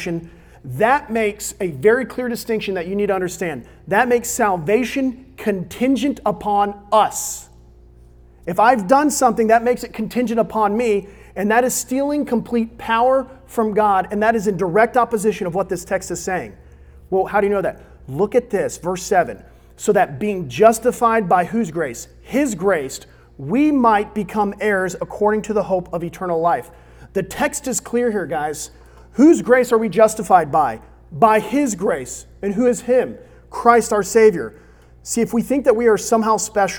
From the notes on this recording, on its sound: recorded on May 10, 2022 at Olive Baptist Church in the young adult ministry Crossroads.